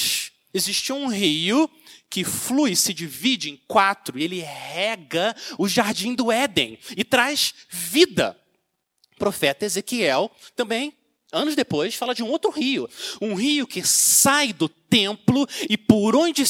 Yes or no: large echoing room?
yes